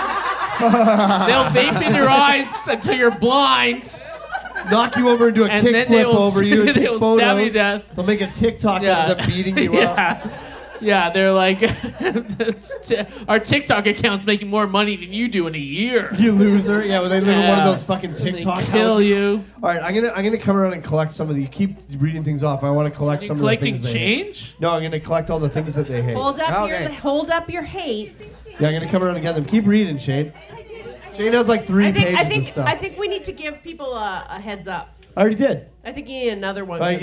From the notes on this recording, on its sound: Live From The Langford Legion! Our 3rd live show.